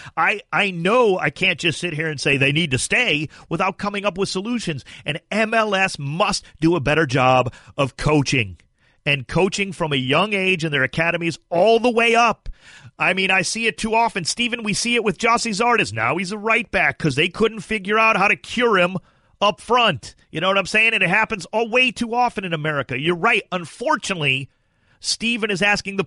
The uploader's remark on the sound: calls